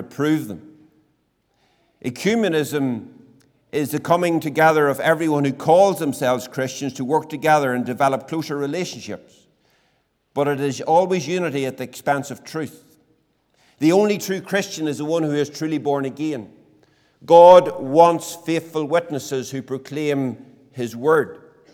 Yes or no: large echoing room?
yes